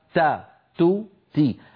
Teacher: التفريط في جهر الدال يؤدي إلى تحويلها إلى شبه تاء التين